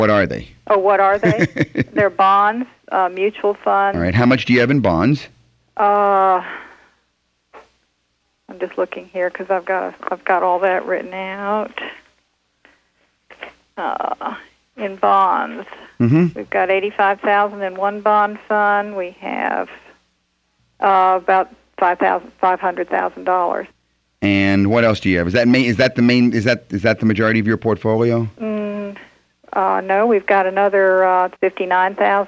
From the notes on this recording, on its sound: Financial planning call-in show.